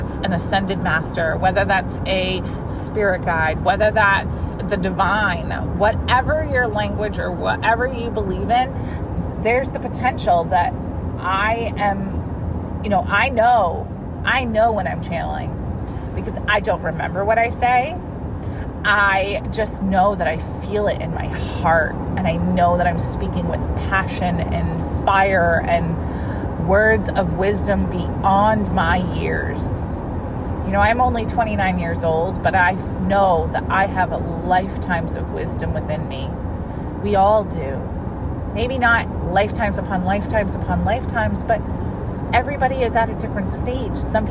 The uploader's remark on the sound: This is a Fun-size Friday episode I recorded this week in my car because well the energy was right!